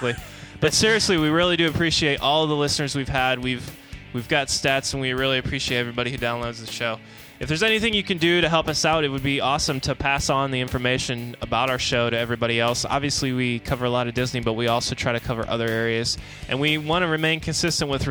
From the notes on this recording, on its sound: Finally we finish up with some great live audio from Epcot's World Showcase.